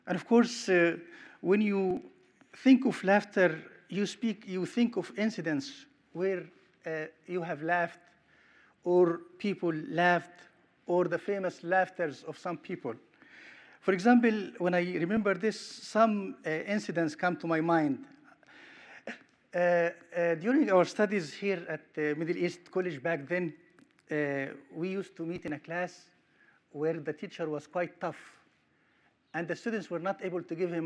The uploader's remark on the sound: Sermon recorded at Middle East University